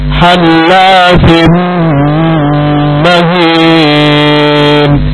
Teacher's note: Namin bertemu min, min tasdid, idgham digunnah akmal, idgham dengan dengung yang sempurna